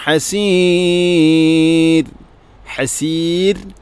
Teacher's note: ഹസീർ റായിനെ തർഖീഖാണ് ചെയ്യേണ്ടത്.